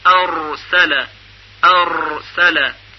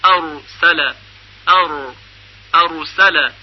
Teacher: پس وقتی گفته می شود حرف را دارای صفت تکریر هست، منظور معنی اول هست، یعنی سر زبان ارتعاش پیدا میکنه و مکررن با سرعت زیاد در یک لحظه سر زبان به لثه ثنایای بالا برخورد میکنه و حرف را به وجود میاد · Shown in: second take · ارسل ار ارسل، و بدون صفت تکریر حرف را تلفظ نمیشه. · Term: تکریر خفیف